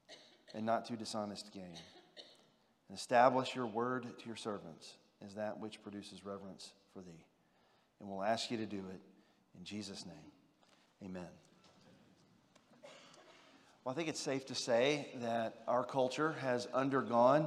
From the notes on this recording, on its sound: General Session X from the 2023 Shepherds 360 Conference.